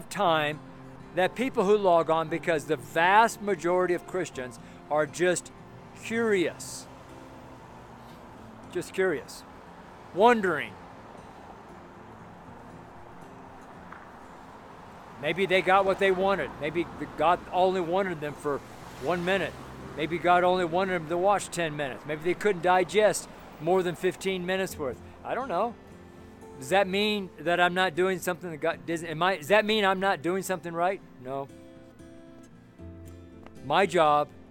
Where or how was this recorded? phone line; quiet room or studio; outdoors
outdoors